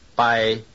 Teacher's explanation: Consonant plus short vowel plus glide